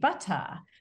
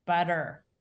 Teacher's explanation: That T that's pronounced like a D between a stressed and unstressed syllable · Shown in: second take · is something that only developed in the United States after most of the colonists had settled here. · Term: flap